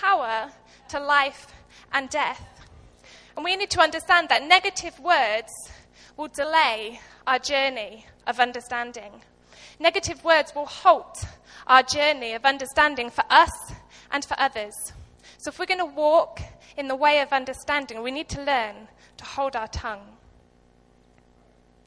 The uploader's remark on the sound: Recorded live at Life Church Lancashire